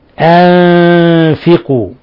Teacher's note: الفاء تخرج من بطن الشفة، أنفقوا، فهذا مثال للإخفاء الحقيقي، نون ساكنة جاء بعدها حرف الفاء.